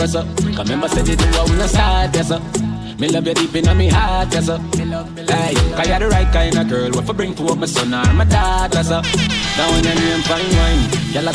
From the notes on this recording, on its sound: Live at Island Saturdays